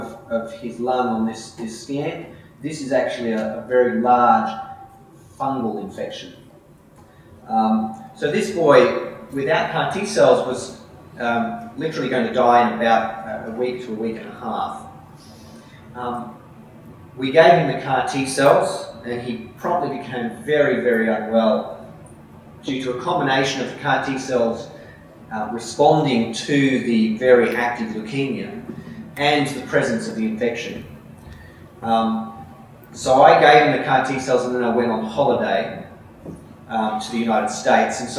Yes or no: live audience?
yes